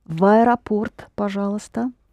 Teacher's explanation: linking V to A